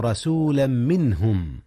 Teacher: هنا إدغام يا أستاذنا. أدغم تنوين رسولا في ميم منهم إدغاما بغنة